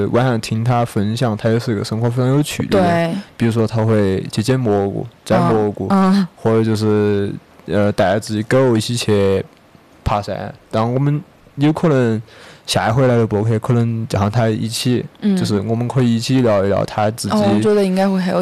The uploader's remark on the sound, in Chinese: 本期播客在赞拉河河边录制，所以会有点杂音请各位谅解。